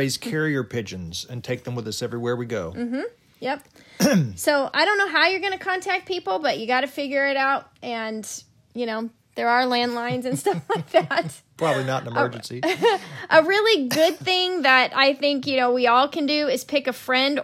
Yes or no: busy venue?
no